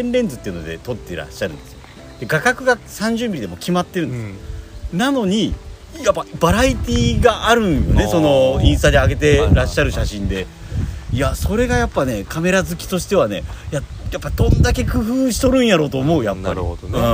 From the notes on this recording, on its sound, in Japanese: 今回の収録も引き続き、福岡県古賀市の薬王寺オートキャンプ場です。